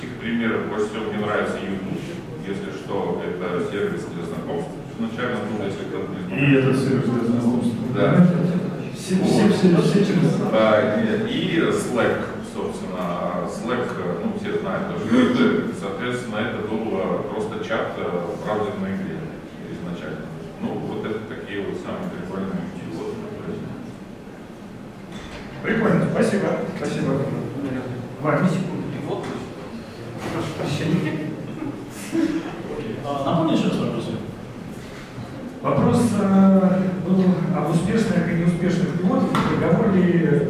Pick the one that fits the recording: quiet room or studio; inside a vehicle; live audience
live audience